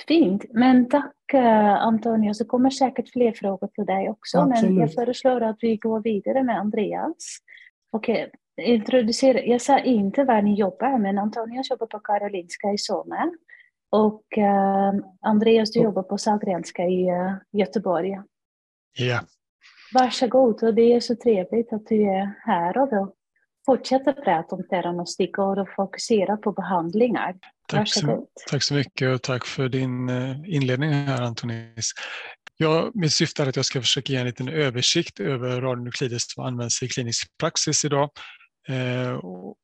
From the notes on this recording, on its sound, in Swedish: Ljudinspelningen från SOF:s webbinarium